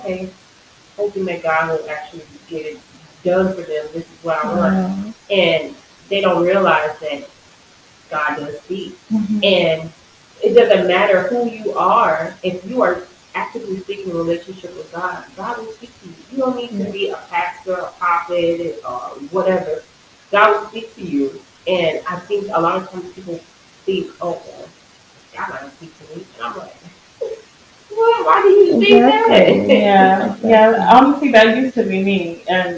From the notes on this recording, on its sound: There were some technical difficulties that occurred while recording this podcast. There will be some static starting at the 36 minute mark.